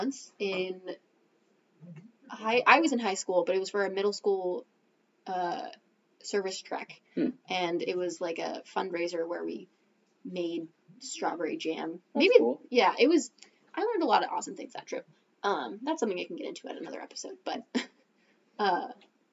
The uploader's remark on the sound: Sorry about the audio on this one folks, we're still working on our set-up for recording with another person.